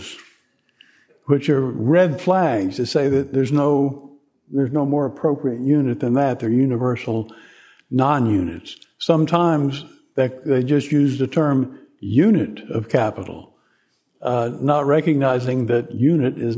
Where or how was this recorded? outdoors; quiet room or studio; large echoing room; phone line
large echoing room